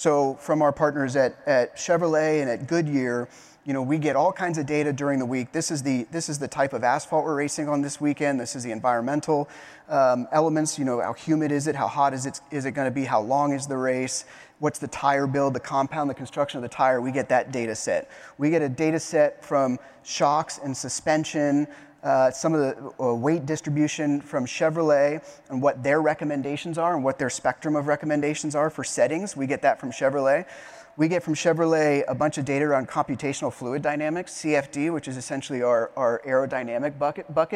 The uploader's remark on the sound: Today's podcast is from a panel I moderated at the 2023 MIT Sloan Sports Analytics Conference presented by ESPN.